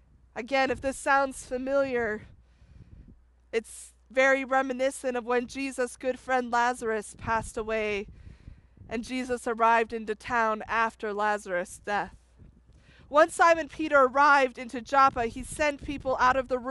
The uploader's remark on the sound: This was also a drive-in style Palm Sunday service. Preached outside on a trailer.